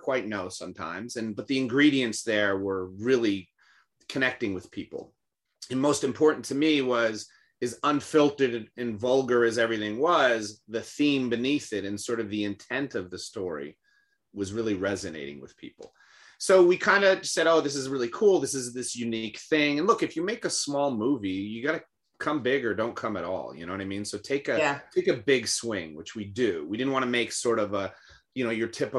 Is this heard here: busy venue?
no